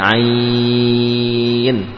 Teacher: setelah 4 harokat atau 6 harokat baru masuk ke nunnya